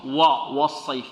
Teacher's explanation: الأمر الأول هو تفخيم الواو